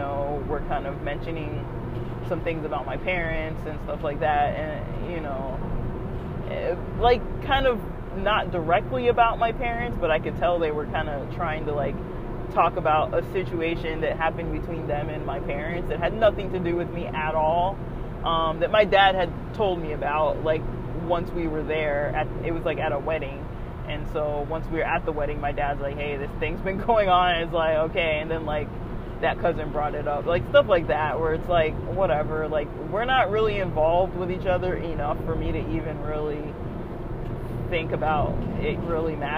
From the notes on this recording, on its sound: this was recorded while driving hence background noise